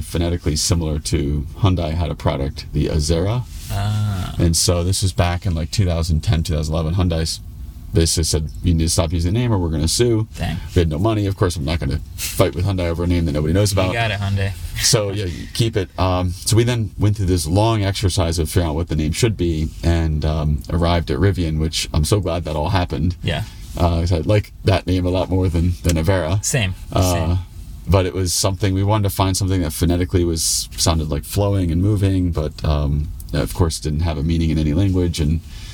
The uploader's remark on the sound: this entire episode was recorded inside of an Rivian R1S